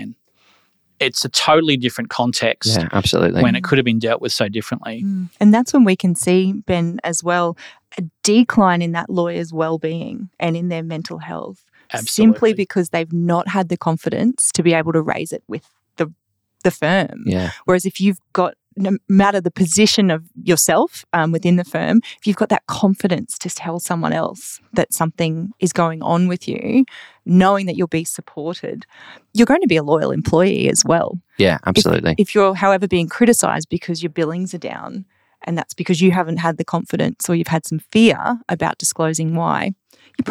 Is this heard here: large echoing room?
no